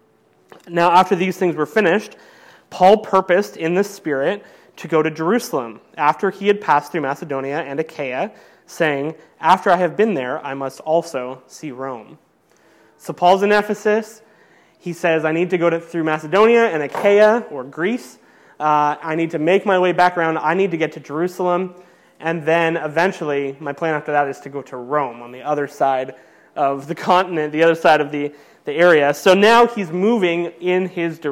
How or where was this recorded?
large echoing room